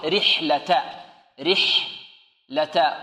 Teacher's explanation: هنا الكلمة كلها مرققة، إيلافهم رحلة، الراء هنا مرققة أو مفخمة؟ لماذا مرققة؟ لأنها مكسورة